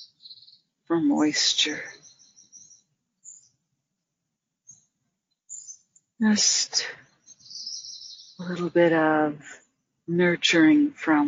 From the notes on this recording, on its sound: In this guided meditation led from the outdoor setting of majestic redwoods outside of Santa Cruz, California.